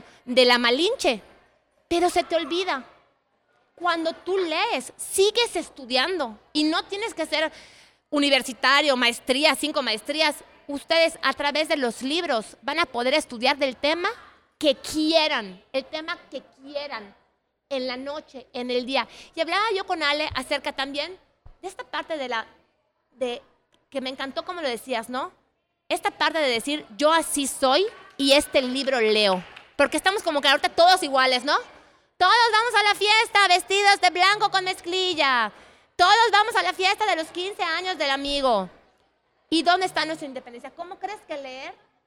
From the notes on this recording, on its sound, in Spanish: fue en la Feria Internacional del Libro de Yucatán (FILEY) y con una audiencia maravillosa.